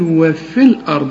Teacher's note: يبقى بلغي الياء عند الوصل، أقول وفي الأرض، يعني بشبك الفه مع اللام، هي دي شغلانة وفي الأرض.